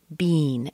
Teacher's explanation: If you go to some regions, especially in Canada, you might hear bean, a long E.